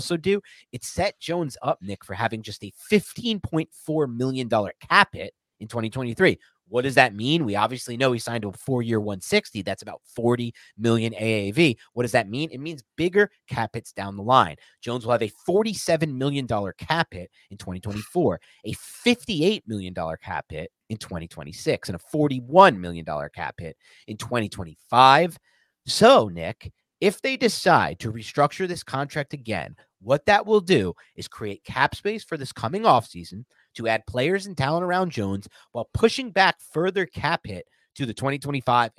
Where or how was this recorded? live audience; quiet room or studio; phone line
quiet room or studio